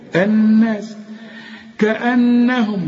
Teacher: النون دي لازم تغن لأن عليها شدة